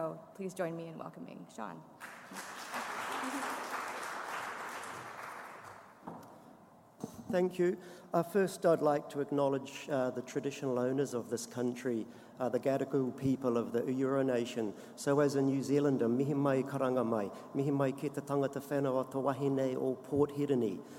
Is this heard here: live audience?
yes